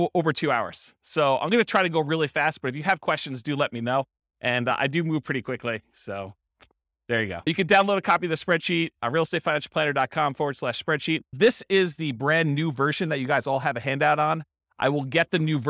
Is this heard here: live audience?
yes